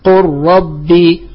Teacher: فاللام تدغم في الراء لجميع القراء في هذا الباب